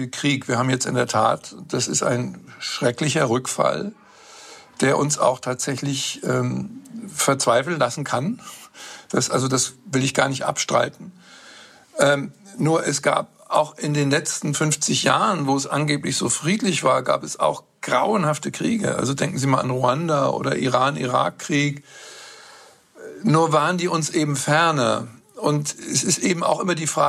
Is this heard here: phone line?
no